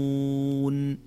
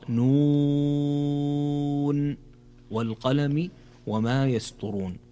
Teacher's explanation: في أول كلمة في هذه الآيات في قوله تعالى نون، هنا مد لازم حرفي مخفف ويمد بمقدار 6 حركات